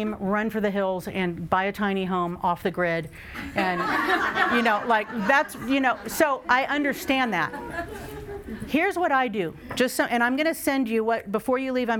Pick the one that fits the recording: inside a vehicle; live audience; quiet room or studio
live audience